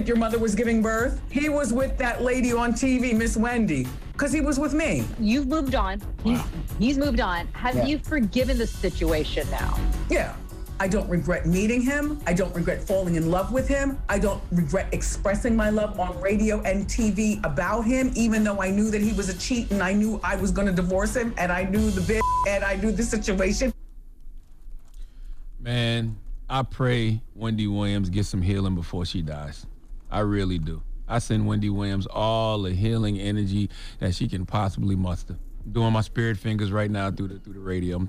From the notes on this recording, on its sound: They opened up the phone lines to see how our listeners handle going to funerals.